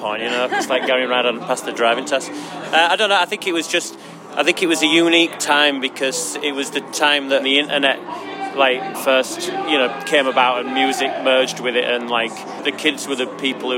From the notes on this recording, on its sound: Live set beside us on the main stage. Just Like Heaven Fest '22.